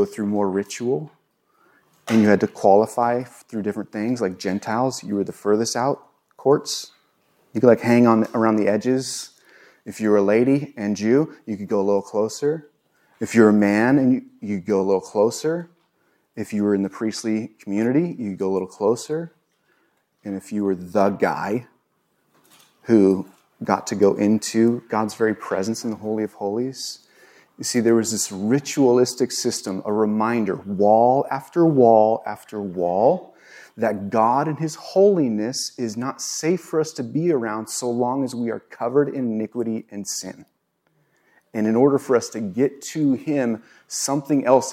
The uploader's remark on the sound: recorded on Jun 19, 2022 at Bethel church in Ridgefield, Wa